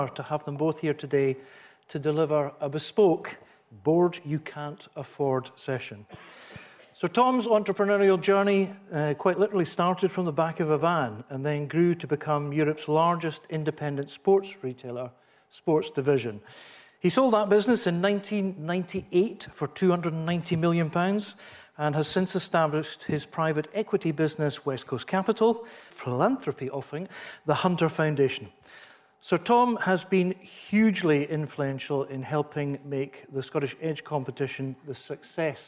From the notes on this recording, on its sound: Recorded live at the Scottish Edge, Edge 20 Finals at RBS HQ in Goggarburn. Took questions from the conference auditorium in a special 'Board You Can't Afford' with the live audience.